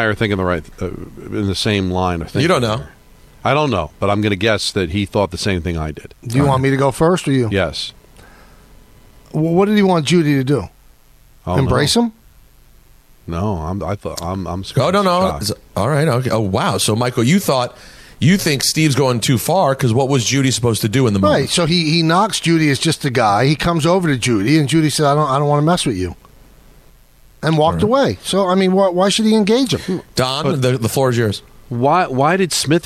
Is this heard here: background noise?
no